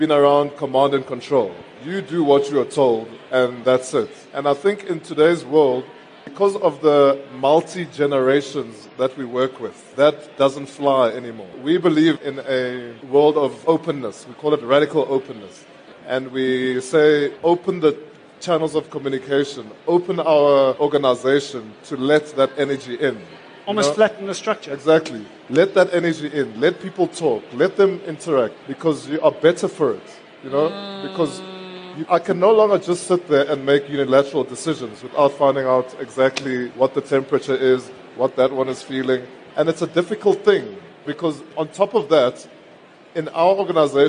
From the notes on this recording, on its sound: Our #FutureCEOs audience got to do just that during this interactive Career Advancement Masterclass, during LeaderEx 2016 at Sandton Convention Centre.